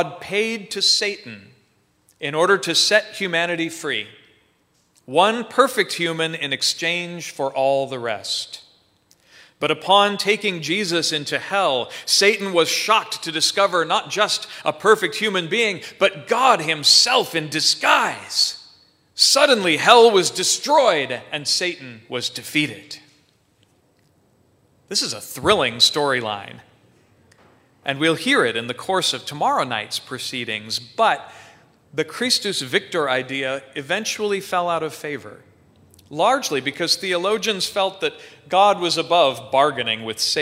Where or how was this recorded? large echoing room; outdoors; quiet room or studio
large echoing room